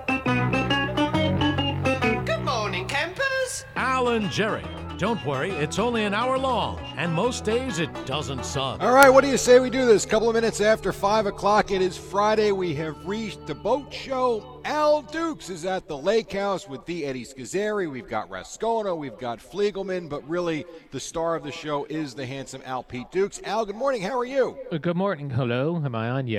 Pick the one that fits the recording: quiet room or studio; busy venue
busy venue